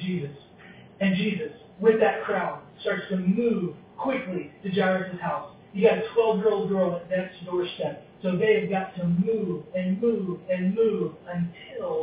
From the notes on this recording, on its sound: Because the audio quality is not as strong.